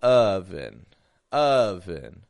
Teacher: My lips are kind of neutral. My jaw drops lightly. It doesn't drop that much, just drops a little. But my tongue is low in the back of my mouth and it's low in the front. Not ah or oh, but oven.